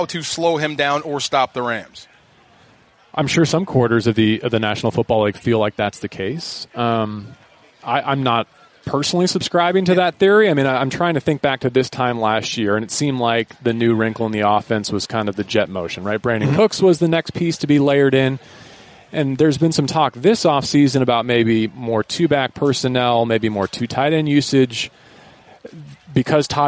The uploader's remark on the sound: live from Rams training camp.